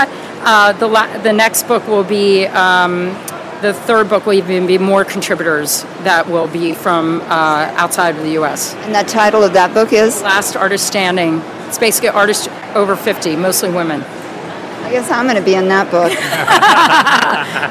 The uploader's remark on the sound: Live from Untitled Art Fair